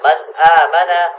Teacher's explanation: نون ساکن یا تنوین کے بعد حروف حلقی چھ حروف حمزہ ہا عین ہا غین خوا میں سے کوئی حرف آئے تو نون ساکن اور تنوین کی آواز کو غنہ کیے بغیر جلدی پڑھیں گے · Term: اظہار